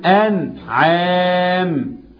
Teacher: إظهار حلقي، لأن بعدها حرف العين والعين من حروف الحلق. الأنعام، اللام واضحة والنون واضحة.